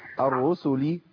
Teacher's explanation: خدي بالك بس السين ما تبقاش صاد